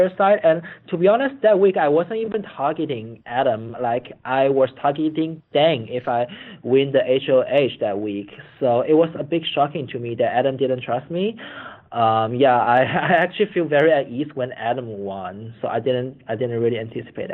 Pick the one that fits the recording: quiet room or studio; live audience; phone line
phone line